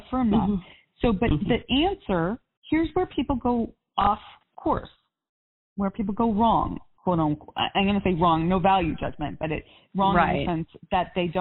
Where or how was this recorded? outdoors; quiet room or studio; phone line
phone line